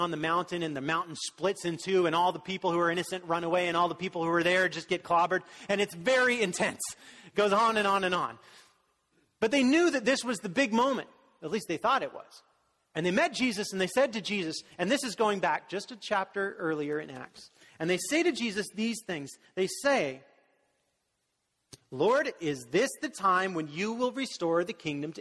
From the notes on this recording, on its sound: was delivered during the Contemporary Worship service